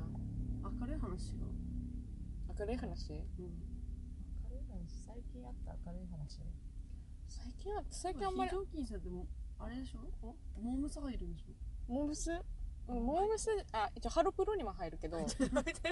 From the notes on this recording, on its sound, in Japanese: 今回はドライブ収録です！といっても停車した車のなかだから、。エンジン音うるさくなくて聞きやすいこと請け合い！